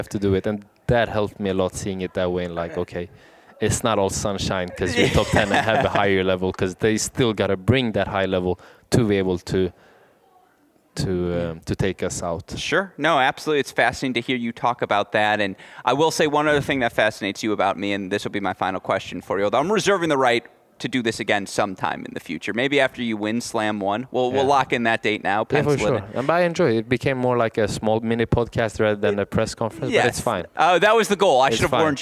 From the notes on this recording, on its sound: Arizona Tennis Classic Press Row. Recorded live at the Arizona Tennis Classic.